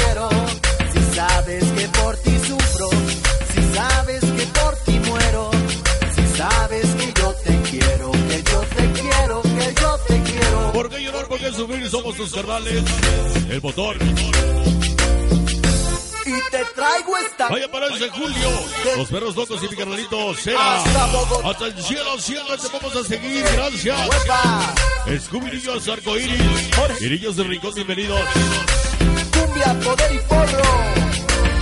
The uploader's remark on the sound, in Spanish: EN VIVO DESDE EL PACHECO SAN SALVADOR HIDALGO 29 NOV 13